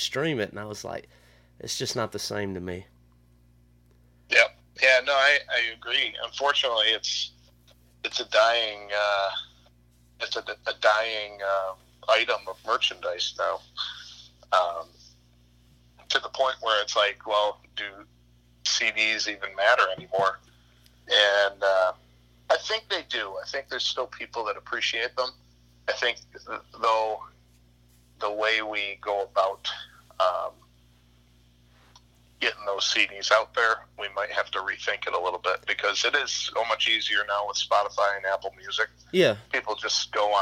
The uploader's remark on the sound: burnt the phone lines